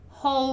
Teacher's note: When we say it, we don't really pronounce the W, but it's written with the W, right? So whole is different from whole.